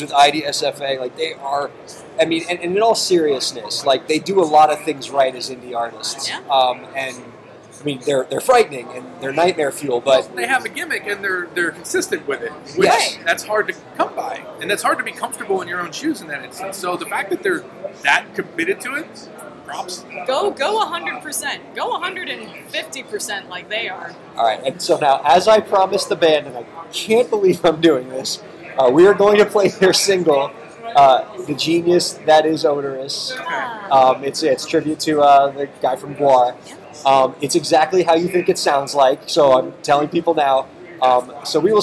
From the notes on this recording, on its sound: BTB from NAMM 2016. The Break the Business Podcast is on location at NAMM 2016 in Anaheim, California. NAMM 2016 is a world famous convention that features music equipment and merchandise from manufacturers all over the world.